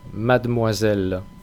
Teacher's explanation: La E de la sílaba interior, después de la D, esa E normalmente no se pronuncia.